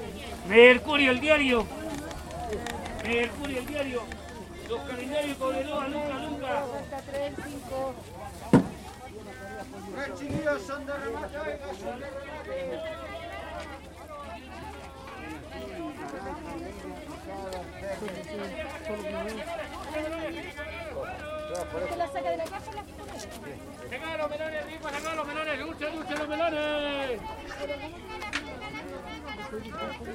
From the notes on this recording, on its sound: In this recording we can hear interactions of the local rotatory food market in Calama, Chile (it has different location, depending on the day of the week) during pandemia. You can hear the sellers offering their's differents products and the interaction with clients, as I walked thourght the market.